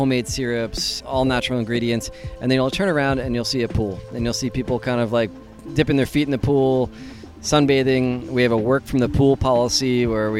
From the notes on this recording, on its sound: A thousand years of history in four distinct towns that eventually merged to create the capital of the Czech Republic. Bring you the sounds, sights and smells of this wonderful city.